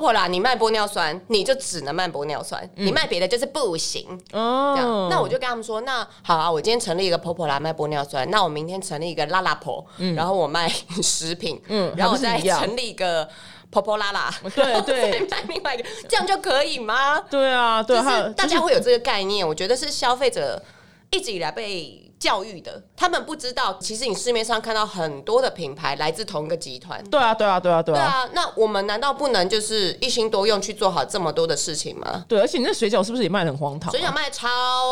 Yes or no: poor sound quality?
no